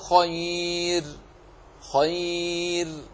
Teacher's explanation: تقف هكذا بالترقيق خير، لأن قبلها ياء ساكنة